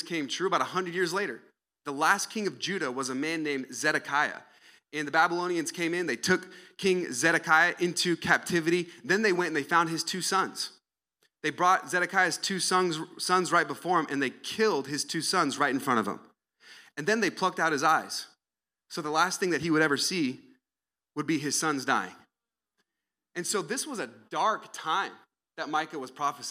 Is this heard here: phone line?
no